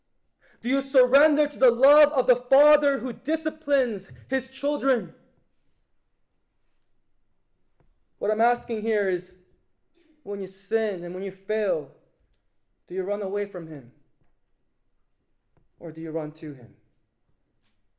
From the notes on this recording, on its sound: It was preached at Higher Calling 2023 Conference, a missions conference for students and young adults.